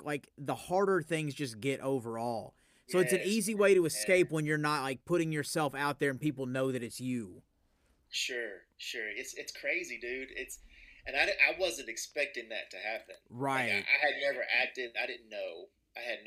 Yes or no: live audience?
no